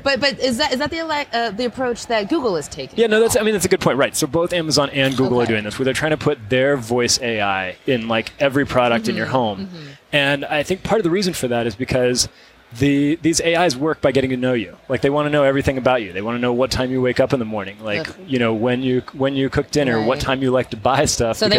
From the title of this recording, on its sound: Live from CES